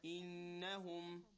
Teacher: the noon, because it is shadda, we do it with ghunna, a little bit of a stretch and a nasal sound